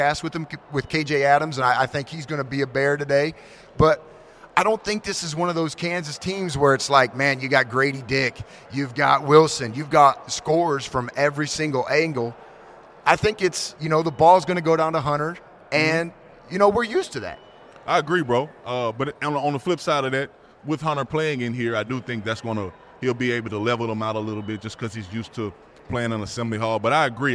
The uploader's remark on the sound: Live from Assembly Hall. Record live from Bloomington, Indiana, at the Assembly Hall on game day against Kansas.